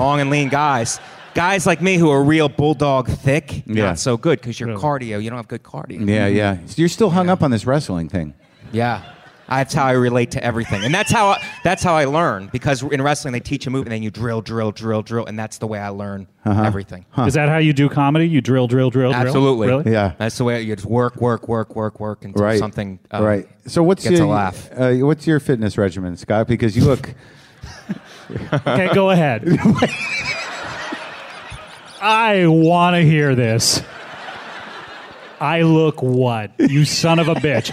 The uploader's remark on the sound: Live from Bumbershoot 2013 in Seattle